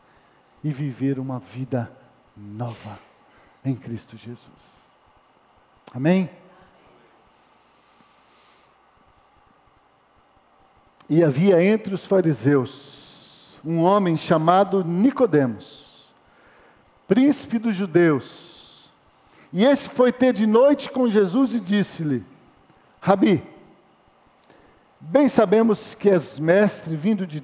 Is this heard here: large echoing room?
yes